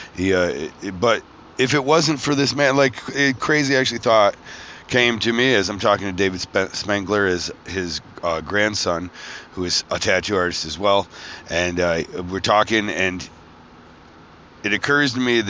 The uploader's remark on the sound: traveling home from Philadelphia Tattoo Festival